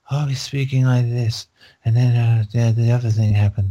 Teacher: there's no emotion in her voice. There's like there's no tone, nothing.